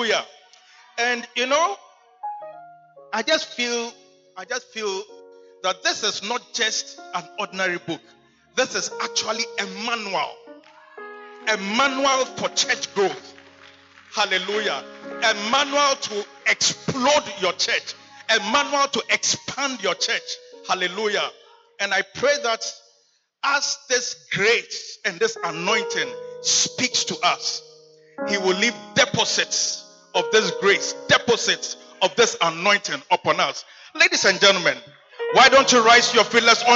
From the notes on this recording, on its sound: He Gave Gifts Unto Men Convention. Preached at the Good Shepherd Cathedral, Loyalty House International. Community 22 - Tema.